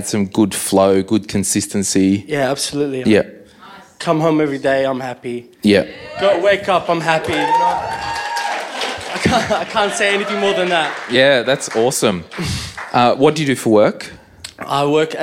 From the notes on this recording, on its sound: This ep was recorded live in Melbs on our last leg of the 2021 m3 tour.